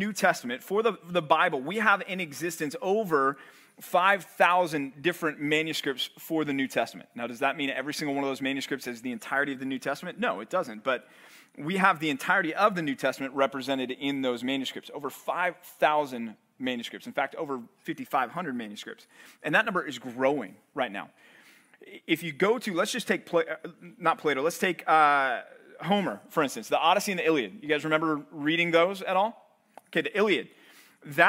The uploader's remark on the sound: Live Q&A at The Bridge College Ministry at Compass Bible Church